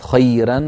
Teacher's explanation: فرققت الراء في خيرا مع أنها مفتوحة، عند ورش تكون مرققة الراء لكن عند غيره مفخمة. أمامك